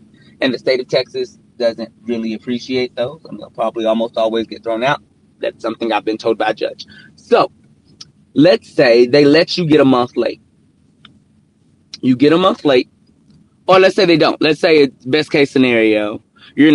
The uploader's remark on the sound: Car Edition